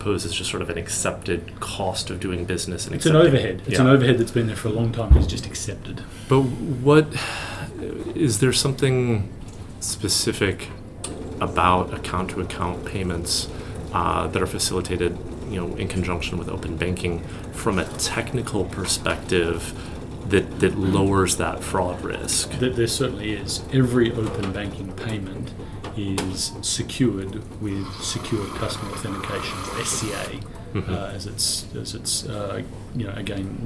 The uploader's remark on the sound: Live at Money2020